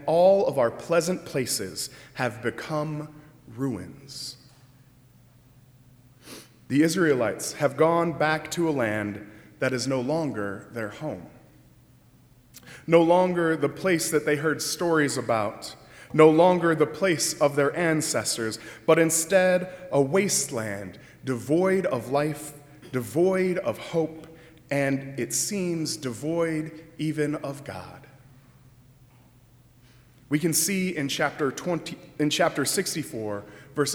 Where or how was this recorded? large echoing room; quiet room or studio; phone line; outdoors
large echoing room